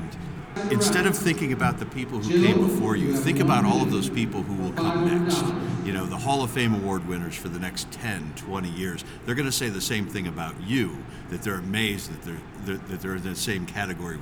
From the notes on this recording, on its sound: Franchise Leaders at IFA 2024 Part 1. Live at IFA 2024.